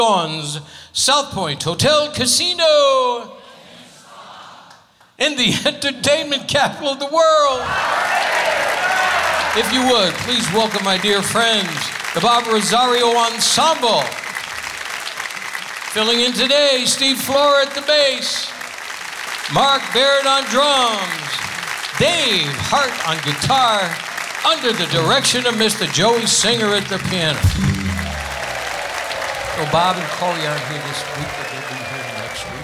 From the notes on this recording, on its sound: Live at the SouthPoint Casino